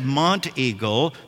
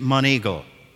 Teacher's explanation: The T is silent for a Middle Tennessean. · Shown in: second take